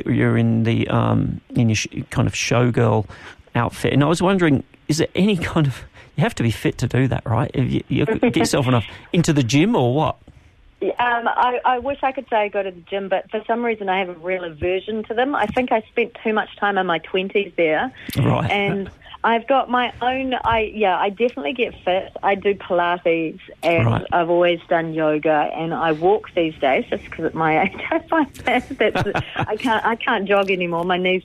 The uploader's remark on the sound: LIVE on the line.